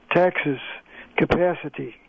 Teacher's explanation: The first thing that happened was that the words spelled with short A moved up to the sound of yeah. · Term: Northern City Shift